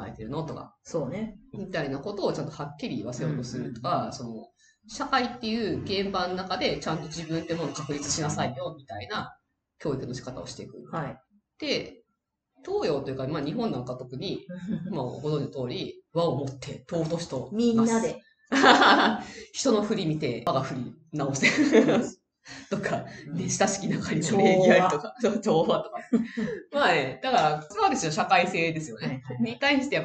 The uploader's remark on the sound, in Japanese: 今月音質が非常に悪いです！すみません！